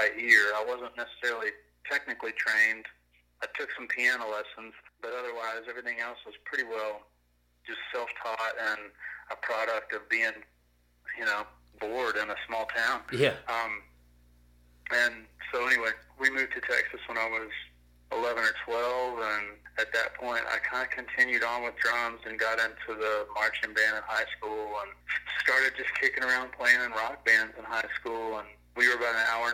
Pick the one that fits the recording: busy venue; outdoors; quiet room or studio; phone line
phone line